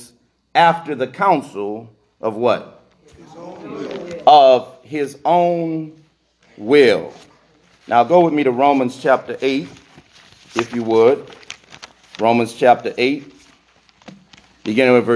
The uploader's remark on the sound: This message was recorded in the sanctuary of True Vine Missionary Baptist Church.